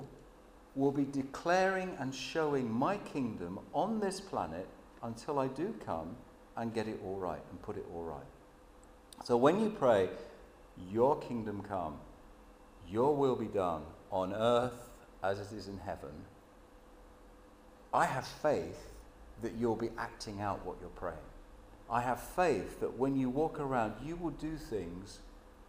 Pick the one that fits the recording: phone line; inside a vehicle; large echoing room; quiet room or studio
large echoing room